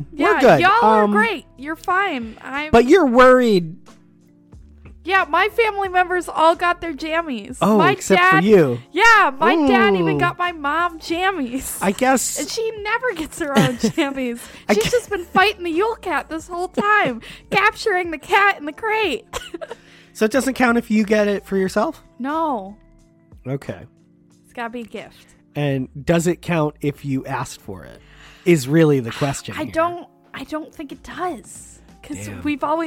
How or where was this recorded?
inside a vehicle